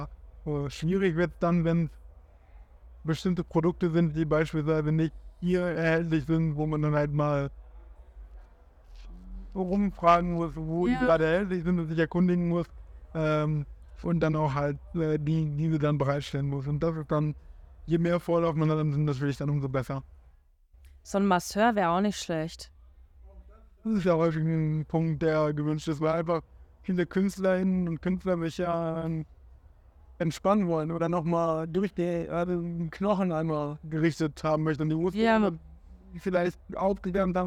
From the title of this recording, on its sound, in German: Live vom Parookaville